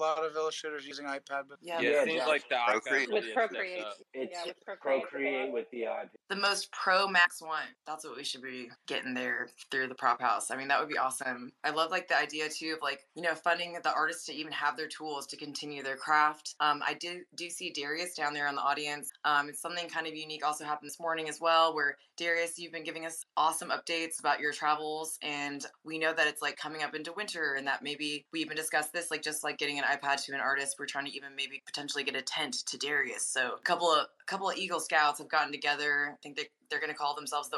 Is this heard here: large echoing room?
no